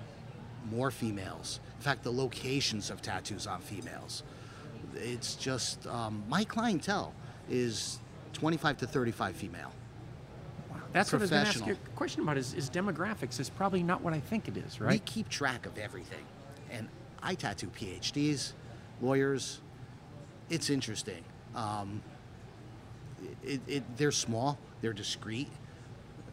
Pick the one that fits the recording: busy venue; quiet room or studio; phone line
busy venue